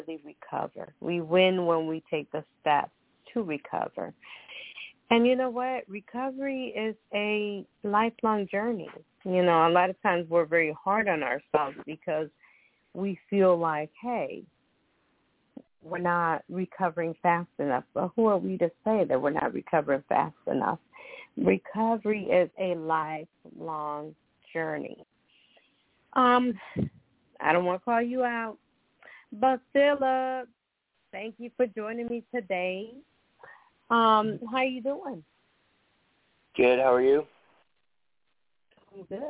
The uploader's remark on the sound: Those who call in will form a panel